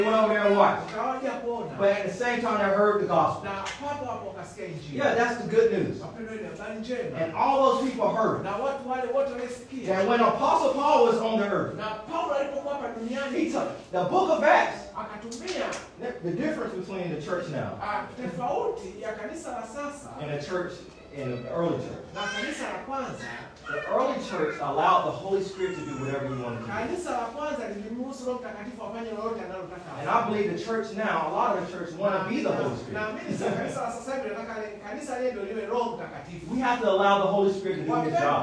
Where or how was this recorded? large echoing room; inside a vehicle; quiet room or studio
large echoing room